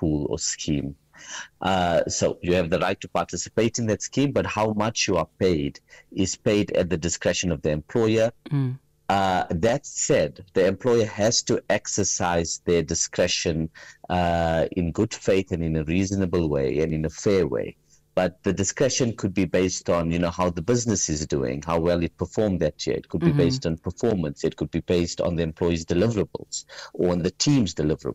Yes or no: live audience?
no